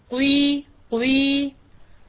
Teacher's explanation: أبدأ بضمة ثم أمر على كسرة كأنها هكذا قوي قوي، تبدأين بضم الشفتين، القاف المكسورة ما جاءت · Term: الإشمام